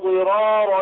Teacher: لتكرار الراء عشان بعدها راء ثانية فيبقى فيها عسر في النطق، فمن أجل ذلك امتنع الترقيق لورش